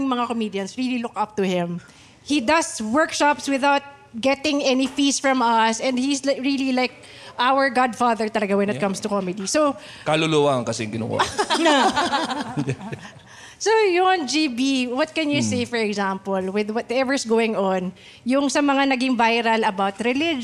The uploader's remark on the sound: This was recorded with a live audience after their successful stand up comedy show.